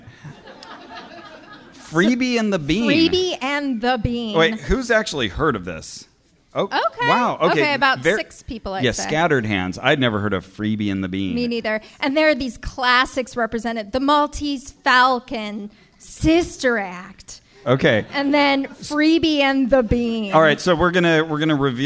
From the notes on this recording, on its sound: The far northern heights of San Francisco for SketchFest 2020! In this live episode. On stage and selects audience volunteers.